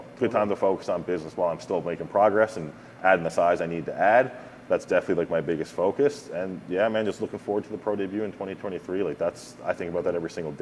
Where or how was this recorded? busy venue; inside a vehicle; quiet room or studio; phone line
busy venue